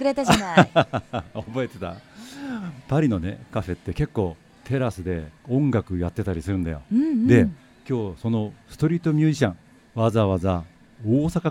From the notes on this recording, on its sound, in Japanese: 5/13に都内で公開収録を開催し、リスナーにもラジオドラマに参加いただきました。